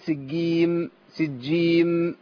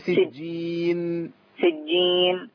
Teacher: لازم أعمل انفتاح لان لو عملت مخرج النون وانا بقفل الشفتين هقول سجيم · Shown in: second take